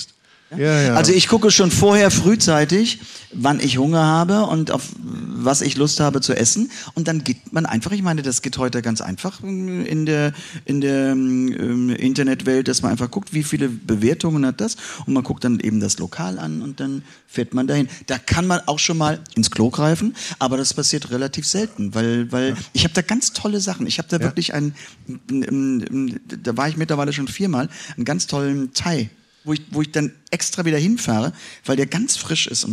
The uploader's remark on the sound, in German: Es ist auch eine ganz besondere Episode, da wir erstmalig live vor anwesendem Publikum im KENT Club in Hamburg aufgezeichnet haben.